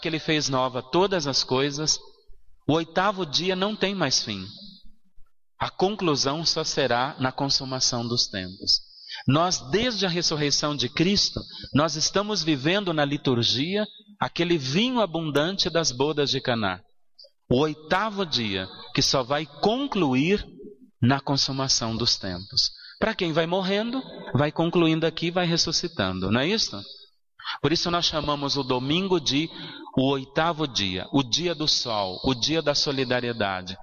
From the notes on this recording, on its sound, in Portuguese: na Igreja São Sebastião em 05/07/2016